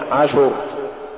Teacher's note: تقريب الحرف الساكن السابق للراء الموقوف عليها للضم، مثال عشر تقرأ لحنا عشر، والصواب عشر.